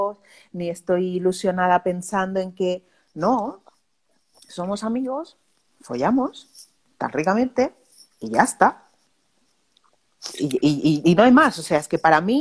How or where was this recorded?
video call